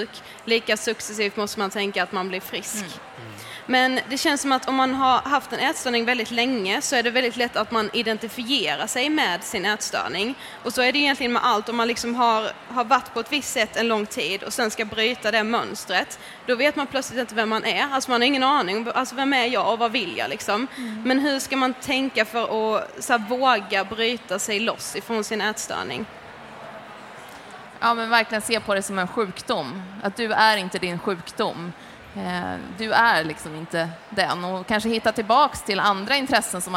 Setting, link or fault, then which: setting, live audience